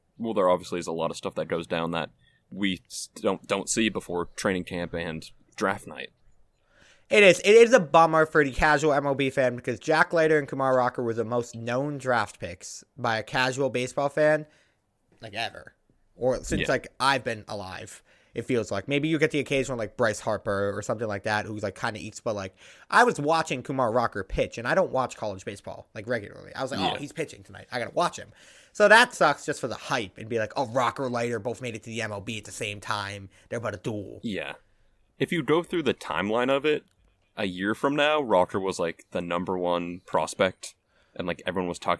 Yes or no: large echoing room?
no